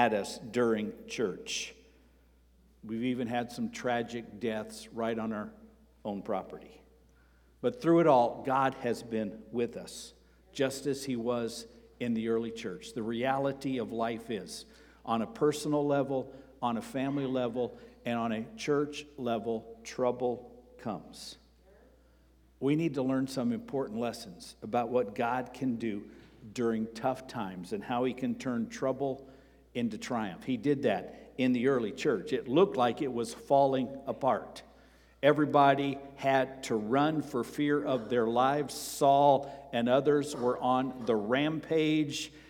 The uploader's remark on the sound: Sermon preached on October 1 at Avondale Baptist Church